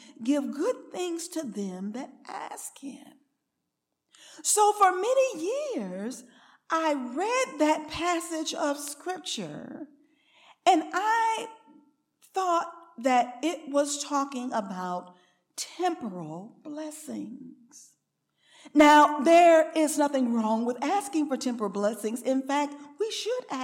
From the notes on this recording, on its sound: Recorded on November 18, 2023, at Ringgold Seventh-day Adventist Church.